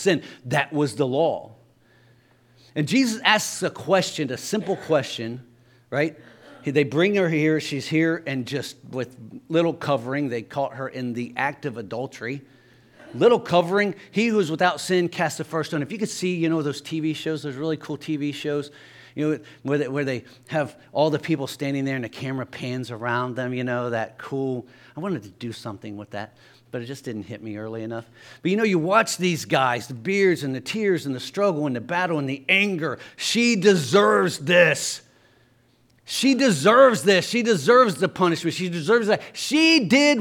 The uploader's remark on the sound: LIVE Services at Sunshine.